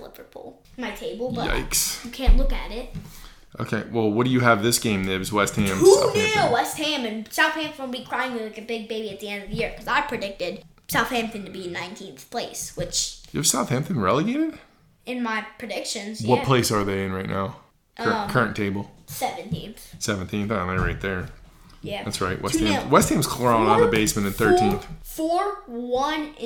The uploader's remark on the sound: Sorry for all the background noise